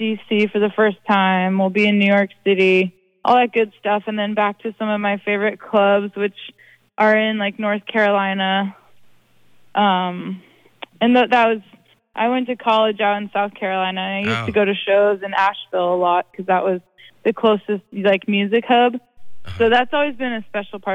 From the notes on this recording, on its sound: Chats on the phone.